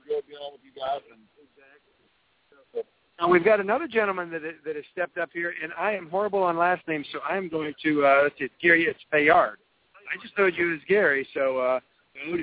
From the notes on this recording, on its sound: Live From National PTA Convention. Live daily updates from the National PTA Convention in Austin, Texas.